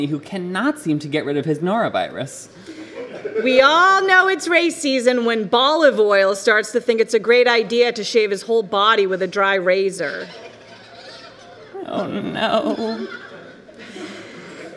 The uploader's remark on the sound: live At The Revolution Hotel, Boston